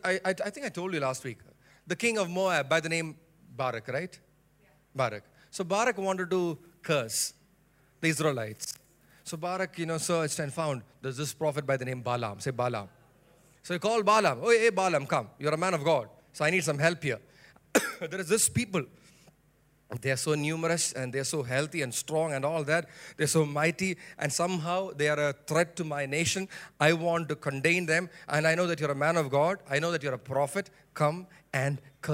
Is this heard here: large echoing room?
yes